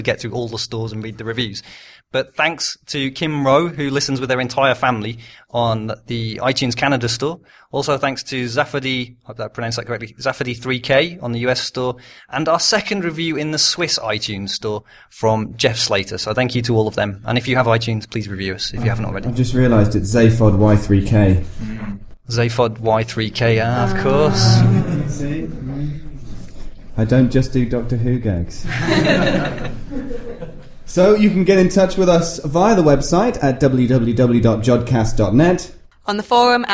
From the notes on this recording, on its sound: We finally recorded an episode (1 of 2) with a live studio audience. Our cover art shows some of the presenters and audience who braved the rain at Jodrell Bank during Jodcast Live.